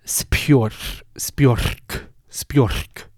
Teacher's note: So you have an aspirated P, you have an aspirated K at the end, and you have a R right before the aspirated K.